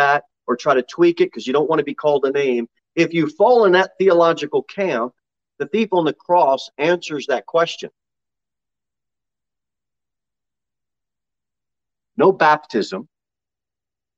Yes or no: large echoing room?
yes